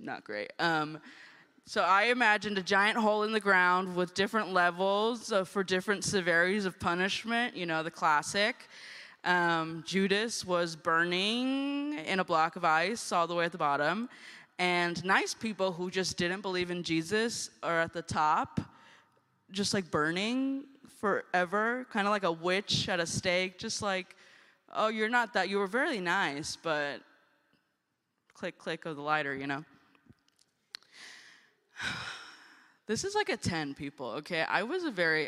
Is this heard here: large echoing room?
yes